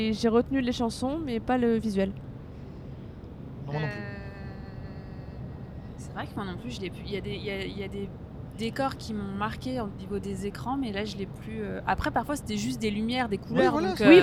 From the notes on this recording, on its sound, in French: Et ça s'est fait dans la voiture lors du trajet retour ! Il y a donc un bruit de fond lié au déplacement du véhicule mais rien de rédhibitoire.